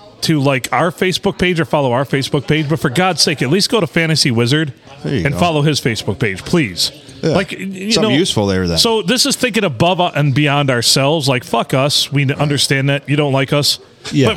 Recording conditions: busy venue